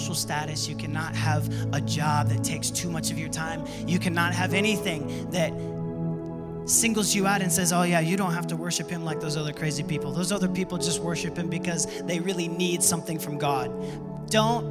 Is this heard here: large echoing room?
yes